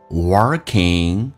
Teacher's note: 卷舌在美式发音需要重度卷舌